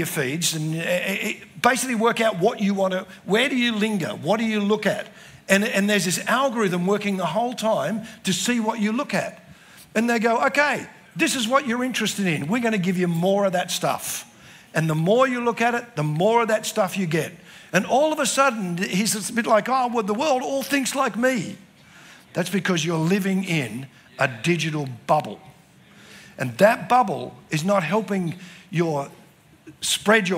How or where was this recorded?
live audience